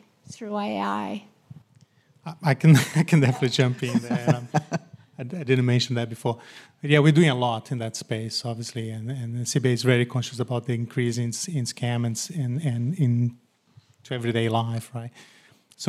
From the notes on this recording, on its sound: a recent panel discussion that was given at the University of Technology Sydney